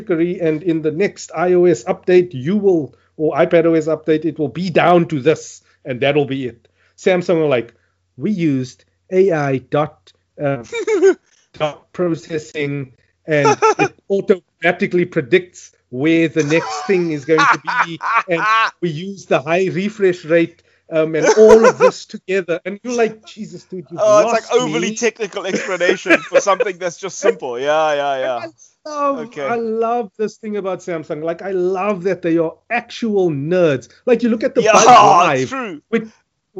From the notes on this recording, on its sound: Recorded via Skype